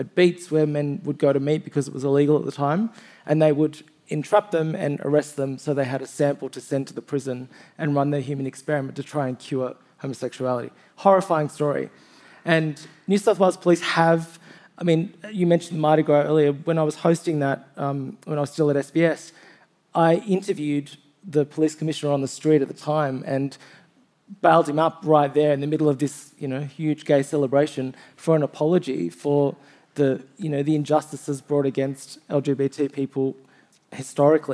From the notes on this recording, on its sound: On stage with the Schwartz Media’s 7am host. This episode was recorded live at the 2023 Sydney Writers’ Festival.